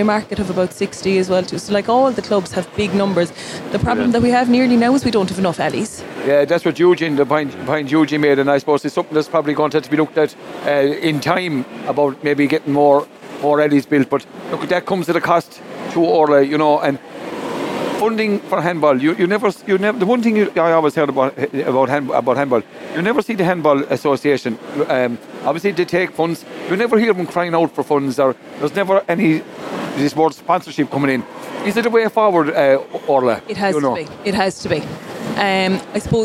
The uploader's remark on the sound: SBCR broadcast a three hour show Live from the 60 by 30 alley at Tuamgraney handball club on the final day of the 2023 GAA Handball Irish 4 Wall Nationals that were held in Alleys all over County Clare at the weekend.